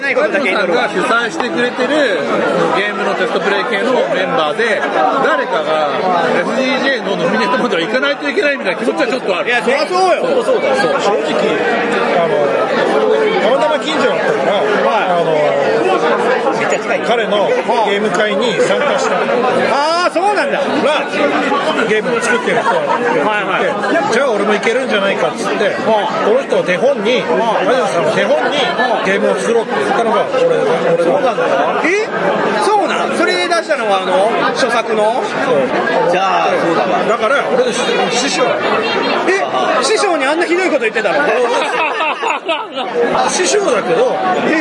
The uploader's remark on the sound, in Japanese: 店内収録のため、騒音雑音が激しく入っております。